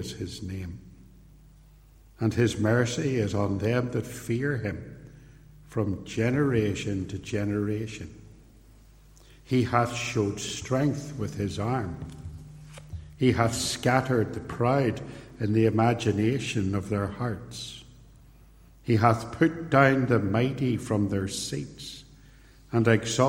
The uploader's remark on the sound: This sermon was preached at Ballymacashon and at Templepatrick reformed Church and was recorded at TRC.